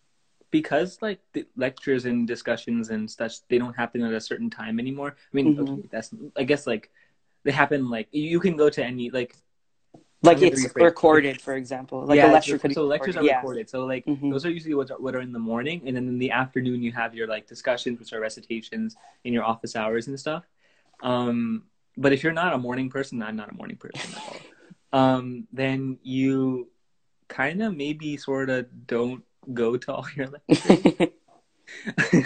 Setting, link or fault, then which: link, video call